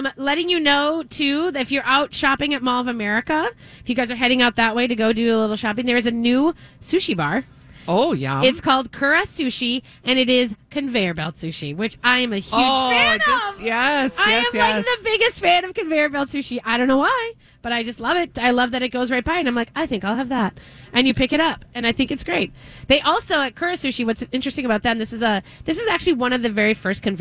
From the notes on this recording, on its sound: Continue their live broadcast from Surdyk's !